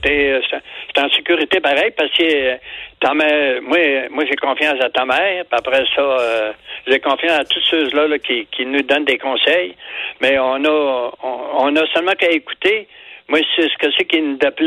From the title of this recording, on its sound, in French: téléphone à son grand-père !